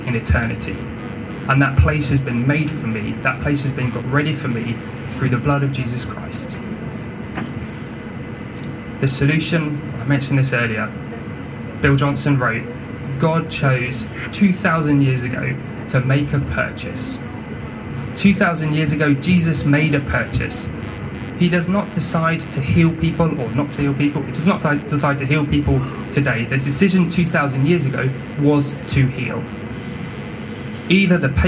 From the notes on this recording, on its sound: We apologise for the technical recording issues in this week's episode!